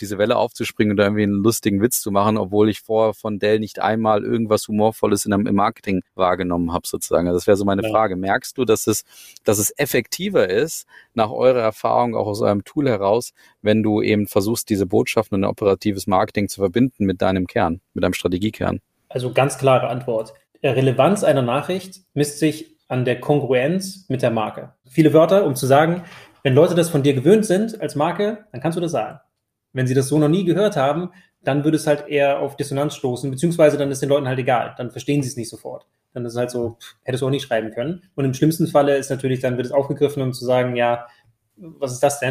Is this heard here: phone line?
no